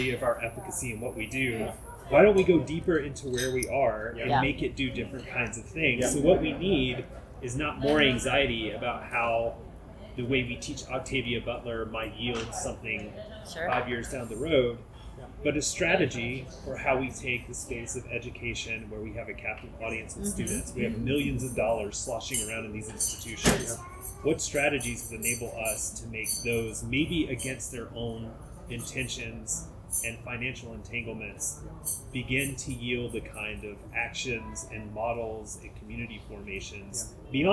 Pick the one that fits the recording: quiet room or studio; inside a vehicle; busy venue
busy venue